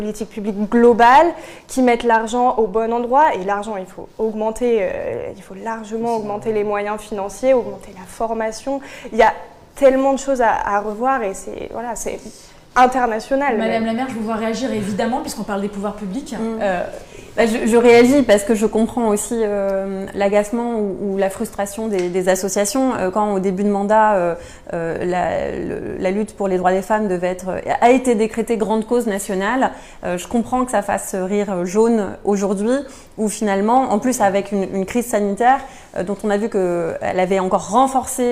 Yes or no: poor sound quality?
no